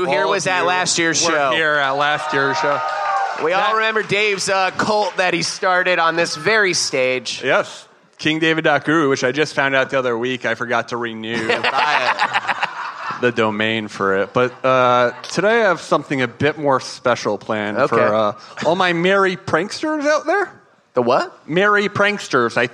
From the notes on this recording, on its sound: Live at SXSW. Live from Austin Texas.